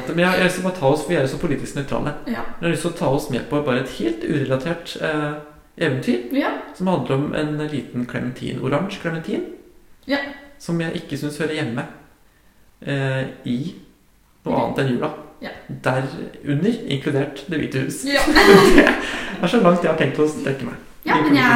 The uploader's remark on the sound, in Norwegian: I denne episoden med heidundranes lydkvalitet. Ekkokammer av en stue.